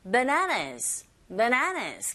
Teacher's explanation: 바나나가 아니라 bananas. bananas 강세가 뒷부분에 있고요